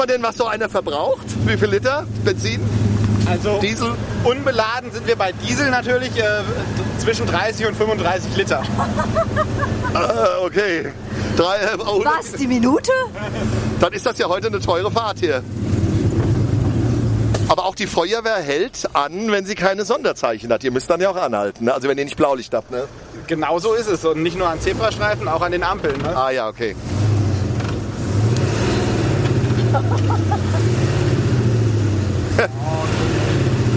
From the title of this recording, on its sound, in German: Live aus dem Großtanklöschfahrzeug BJ 1976